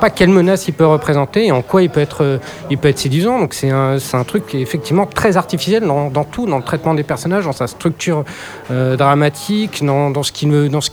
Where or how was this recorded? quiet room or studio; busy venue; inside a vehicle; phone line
busy venue